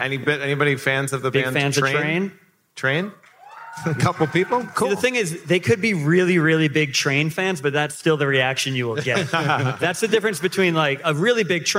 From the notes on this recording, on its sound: Recorded on the IJ Cruise in front of a live audience.